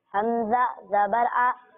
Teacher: حمزہ کی ادائیگی حلق کے نچلے حصے سے ہوگی